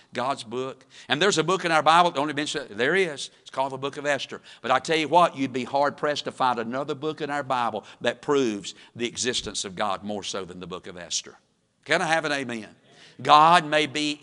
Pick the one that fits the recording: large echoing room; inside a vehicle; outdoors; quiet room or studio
large echoing room